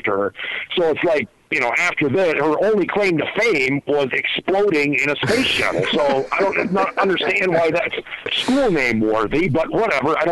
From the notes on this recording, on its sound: Phone calls.